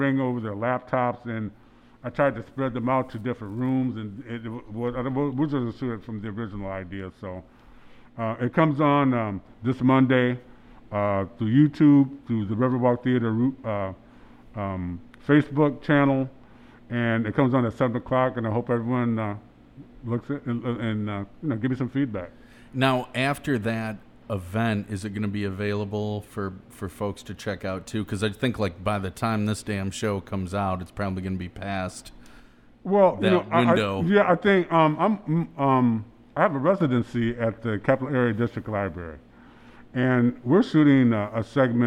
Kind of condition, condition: setting, busy venue